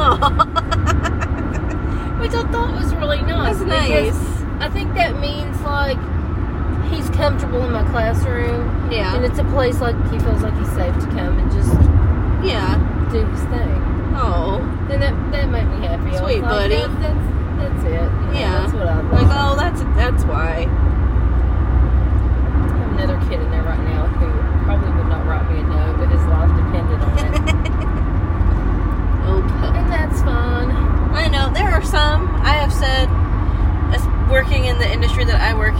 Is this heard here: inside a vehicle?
yes